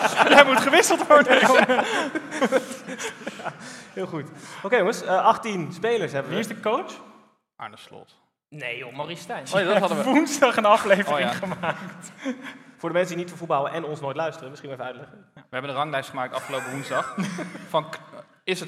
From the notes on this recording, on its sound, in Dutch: En dit gebeurt allemaal live vanuit theater Tivoli, voor een uitzinnige menigte.